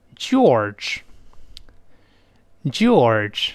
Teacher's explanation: or 呢是先发 o 之后马上强烈的勾舌